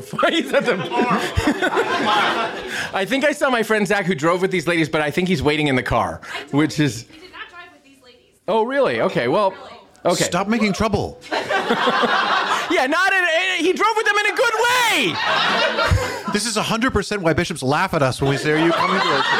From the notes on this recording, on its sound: Live from Baltimore! In this live taping of The Pillar Podcast.